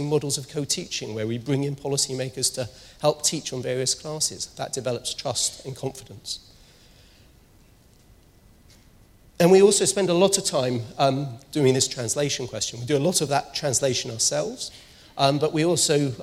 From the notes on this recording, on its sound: speaks at SRHE Annual Research Conference 2016